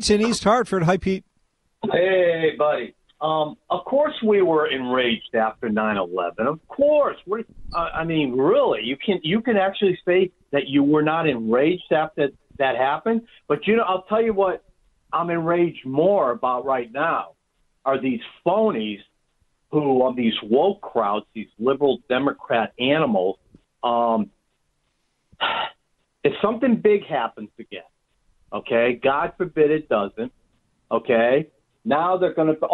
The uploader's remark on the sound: The Rant Line happens first on Friday, so we play Rants and take phone calls.